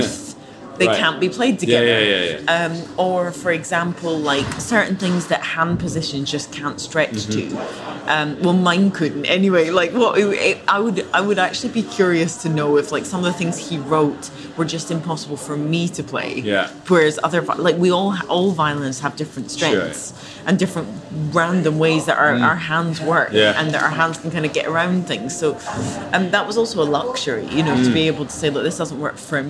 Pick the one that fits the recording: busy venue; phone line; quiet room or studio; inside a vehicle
busy venue